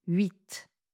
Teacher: Le mot 8 tout seul se termine par un T prononcé, 8. Devant un nom qui commence par une voyelle, on va faire un enchaînement.